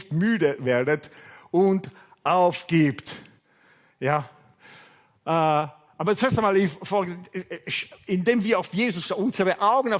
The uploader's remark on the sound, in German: Gottesdienst live aus der LIFE Church Wien